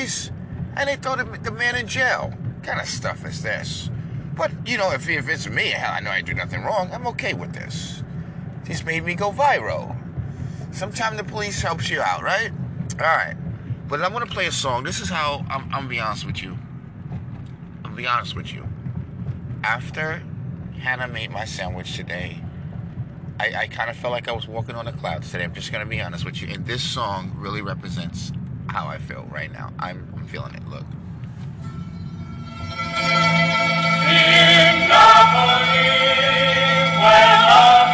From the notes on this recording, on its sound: the trees sound beautiful the sun is amazing and the birds are extremely loud